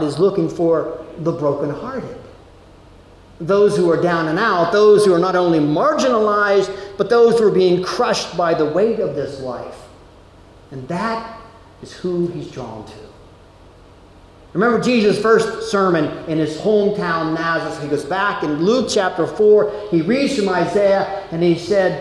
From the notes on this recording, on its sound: Delivered at Amity UCC in Meyersdale, PA.